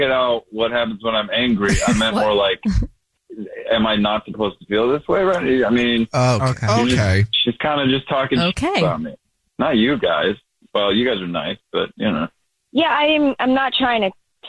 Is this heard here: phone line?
yes